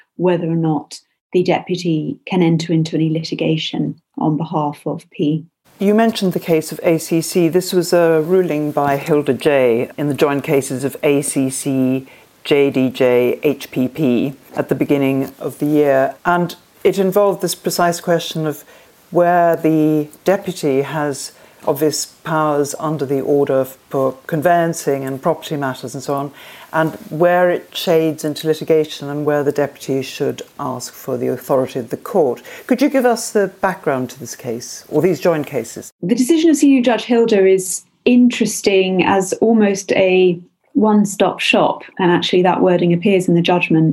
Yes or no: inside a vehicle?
no